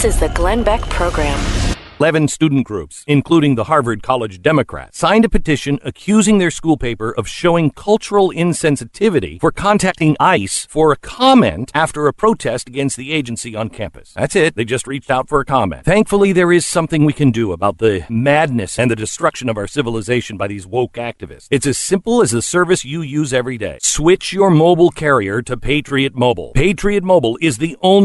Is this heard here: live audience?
no